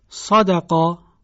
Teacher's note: حرف صاد که مثل سین تلفظ میشه اما صداش درشت‌تر هست، چاق‌تر هست، یعنی سین لاغره اما صاد چاقه، مثل صدقا.